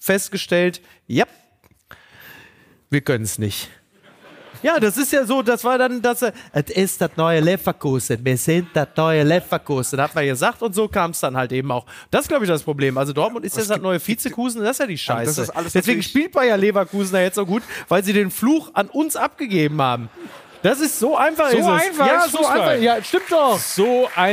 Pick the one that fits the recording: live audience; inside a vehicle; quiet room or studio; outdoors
live audience